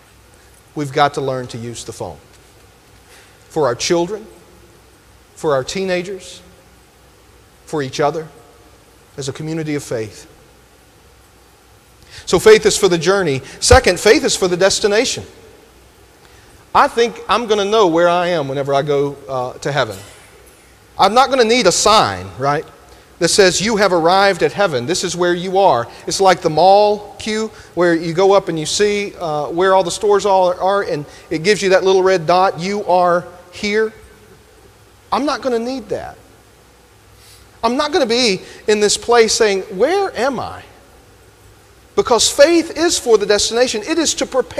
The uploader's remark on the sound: delivered this sermon at Grenada First UMC